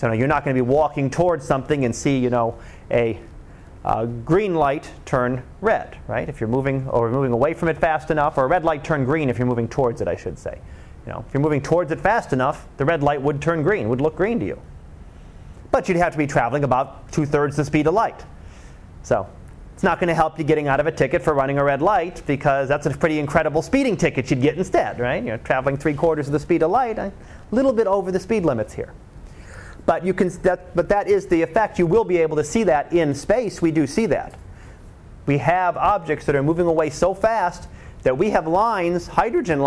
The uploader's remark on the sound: Live Class Lecture